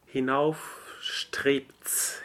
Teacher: So the B becomes unvoiced.